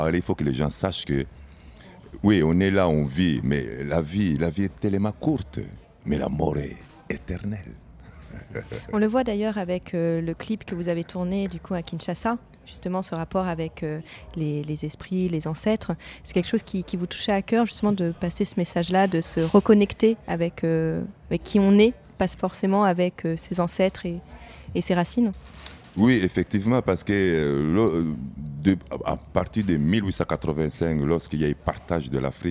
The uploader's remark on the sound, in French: Retrouvez ici les interviews réalisées sur notre plateau depuis le festival Terres du Son. Scène de l'écovillage.